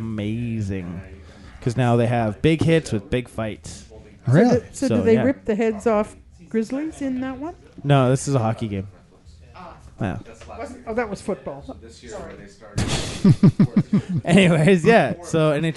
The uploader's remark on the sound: The Bunker Project is recorded with a live interactive studio audience. A show in person in downtown Vancouver or via Google + Hangout.